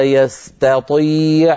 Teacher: مسمى فاكتبوا لابد من إظهار الغنة في الميم المشددة، أن يكتب لابد من إظهار الغنة، غنة الإدغام، أن يكتب هنا إدغام، يستطيع تطي، ننتقل من تاء مرققة إلى طاء مفخمة